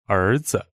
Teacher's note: 儿, second tone, 子 is the neutral tone.